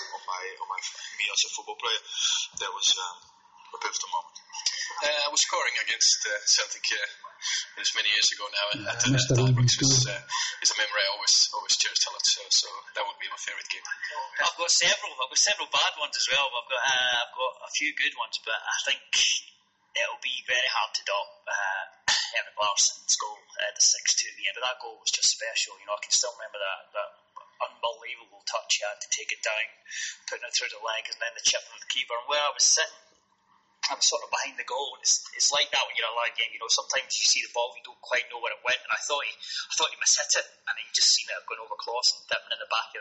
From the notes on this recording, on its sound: Apologies for some of the sound quality.